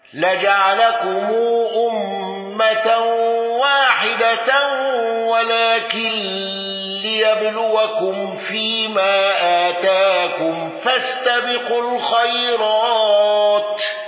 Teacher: قالون بصلة ميم الجمع مع قصر المنفصل والغنة · الأصبهاني بقصر الصلة والغنة